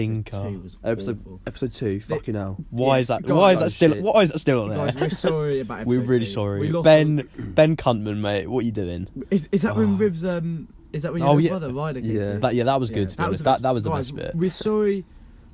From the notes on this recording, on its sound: Live in caravan with all the bios.